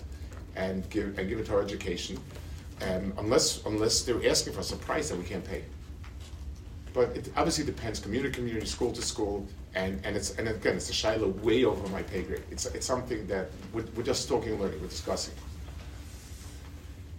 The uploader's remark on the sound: At a Rabbinical Conference in Young Israel of Woodmere.